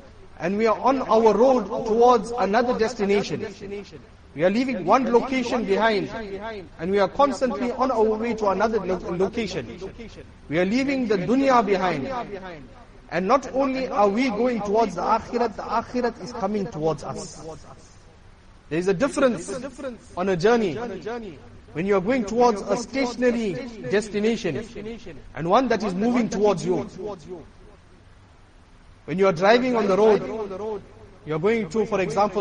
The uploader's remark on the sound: Jumuah lecture